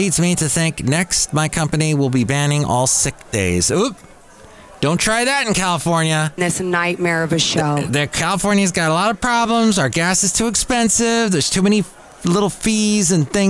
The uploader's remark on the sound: podcasts live from Café Anyway